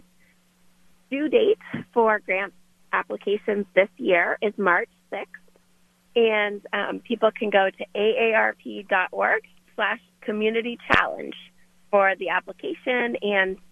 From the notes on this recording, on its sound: Calling in LIVE from South Carolina. In the Sig Sauer Studios.